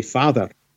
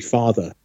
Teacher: the R sound, that rhotic or rhotic R appears at the end of the word father · Shown in: first take · whereas usually you would end in a schwa sound.